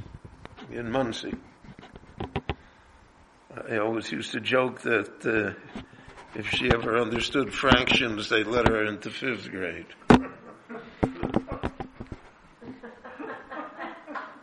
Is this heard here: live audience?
yes